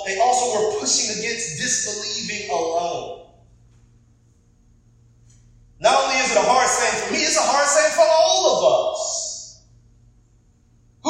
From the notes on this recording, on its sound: Apologies for the audio quality this week!